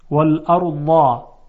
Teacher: صدای واد صدایی است که شدت نداشته باشه، یعنی حالت چکشی نباشه، بلکه صدایی است که صفت رخوت داره، صدای نرمی است